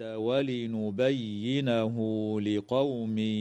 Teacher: الهمزة في هذه الكلمة بمقدار 2 حركات من قبيل مد البدل، وتوصل هاء الضمير بواو لفظية تمد وصلا بمقدار 2 حركات من قبيل مد الصلة الصغرى